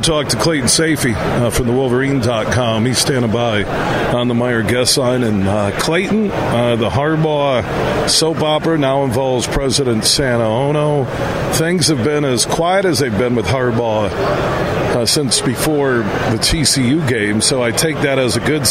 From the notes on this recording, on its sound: Today, we're broadcasting live from the Ultimate Fishing Show Detroit which runs through Sunday at the Suburban Collection Showplace in Novi.